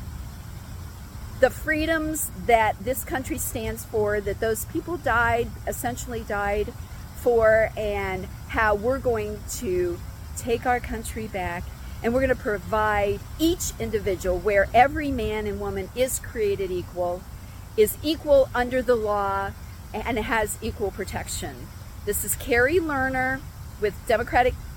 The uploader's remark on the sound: Filmed live from outside the US Capitol in Washington, DC